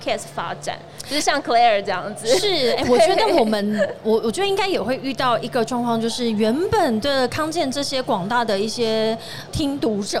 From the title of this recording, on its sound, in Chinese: 2022 Medical Taiwan台灣國際醫療暨健康照護展 -Live Podcast